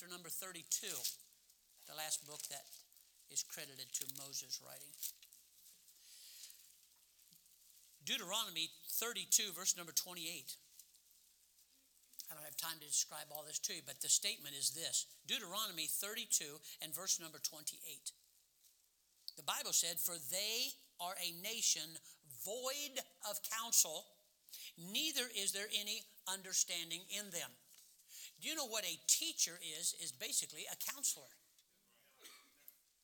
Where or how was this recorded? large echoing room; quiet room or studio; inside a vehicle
large echoing room